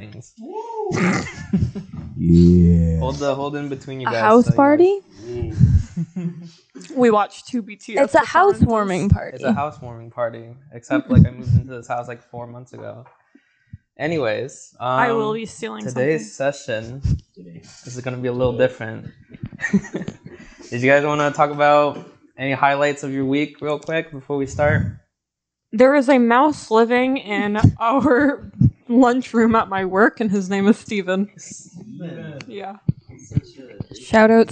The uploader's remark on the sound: Apologies for the audio! A lot of movement and microphone sharing was happening.